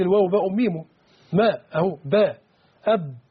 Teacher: انا اضم الشفتين عند الواو والباء والميم